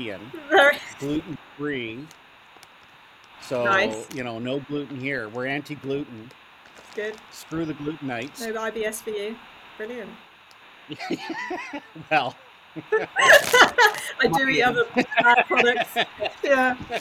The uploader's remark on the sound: poor sound quality